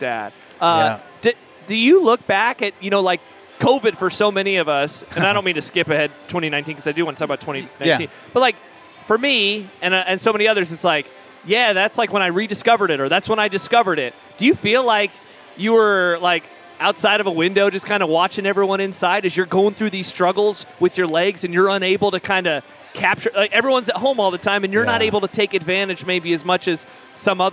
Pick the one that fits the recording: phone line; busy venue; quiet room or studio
busy venue